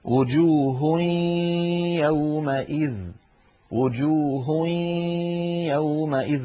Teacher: أن الجزء اللساني من النون قد تحول إلى ياء وبقيت الغنة وجوه، فيصير بارك الله فيكم النطق بصوتين معا، الفم يخرج ياء والأنف يخرج غنة في الوقت نفسه، وجوه هوي، فلا بد من الصوتين معا. · Term: إدغاما ناقصا